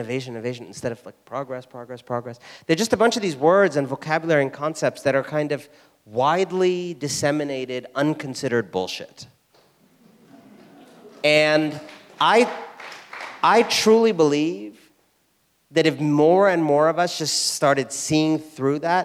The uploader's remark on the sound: Full Talk at Southside Commons. Spoke to a Seattle audience at Southside Commons.